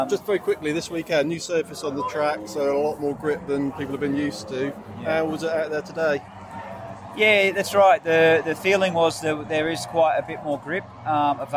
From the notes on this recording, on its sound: A number of interviews from the Moto-America paddock at Barber Motorsports Park. This is followed by some brief chats at Donington Park BSB.